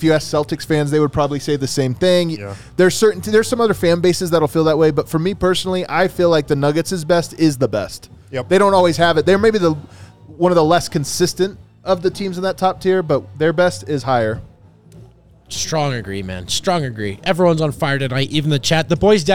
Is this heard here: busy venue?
yes